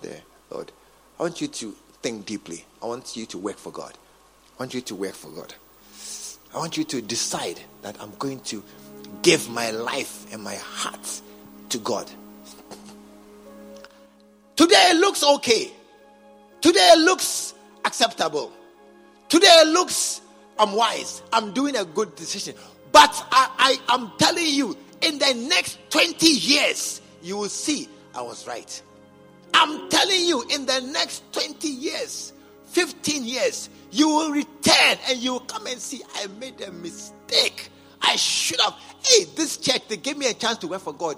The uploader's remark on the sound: Preached at the True Vine Cathedral, Bantama